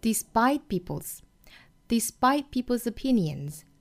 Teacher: despite 尾音的这个 t 我们不发出来了